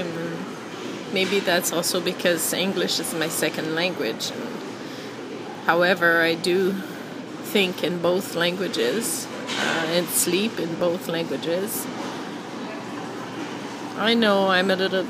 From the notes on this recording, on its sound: I think I was at the grocery store when I recorded this. I don't usually like recording in public but it's so loud there that I didn't feel too obvious recording in my phone.